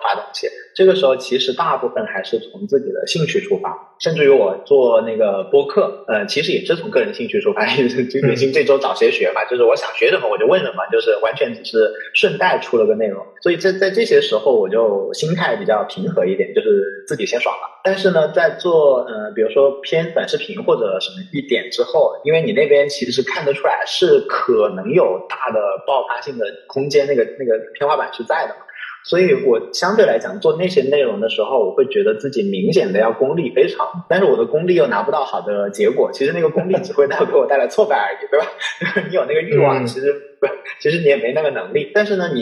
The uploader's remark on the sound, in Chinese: 本期收音环境不佳，建议尽量公放、或将耳机音量调低一点点收听。